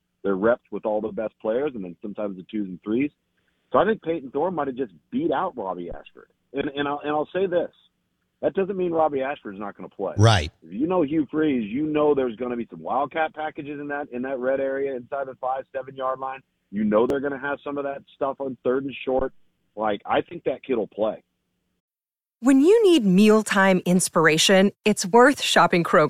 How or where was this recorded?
phone line